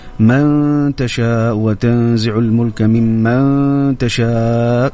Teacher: النون الساكنة مع التاء يعني ورد كثيرة هنا، من تشاء وتنزع الملك ممن تشاء، حكمها يعني إخفاء مقدار غنة حركتين